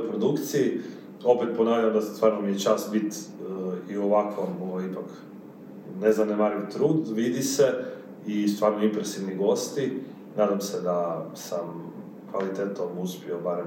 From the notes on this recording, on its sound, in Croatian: PRIJE SVEGA ISPRIKA ZBOG SLABIJE KVALITETE TONA. ISKLJUČIO NAM SE JEDAN OD MIKROFONA VEĆ NA POČETKU SNIMANJA, ŠTO NAM SE DO SADA NIJE DOGAĐALO PA SMO BILI PRISILJENI KORISTITI AUDIO SA VIDEO SNIMKE.